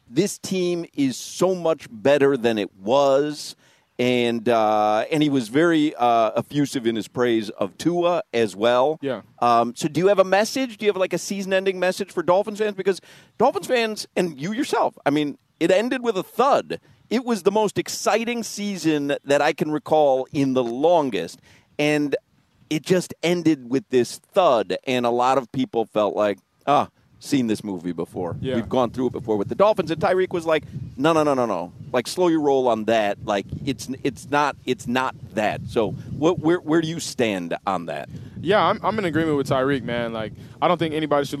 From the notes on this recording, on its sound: joins the show live at Hollywood Kia